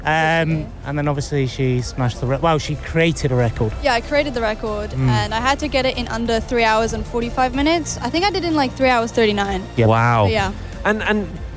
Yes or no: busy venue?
yes